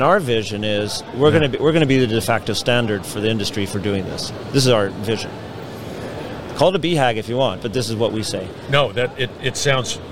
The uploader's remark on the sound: at the IoT Solutions World Congress